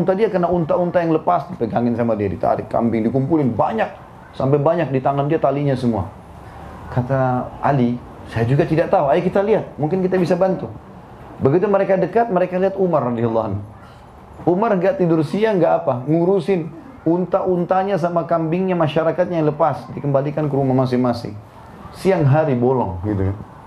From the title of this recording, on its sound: LIVE at San Bernardino, California